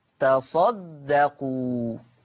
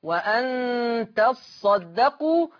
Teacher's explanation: وأن تصدقوا بتخفيف الصاد تصدقوا. أما ورشة عن نافع فقد قرأ بتشديد الصاد